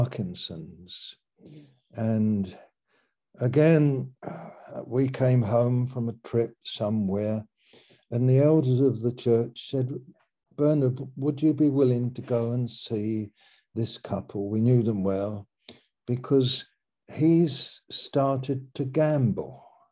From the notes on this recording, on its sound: Malaysia Meets (Zoom).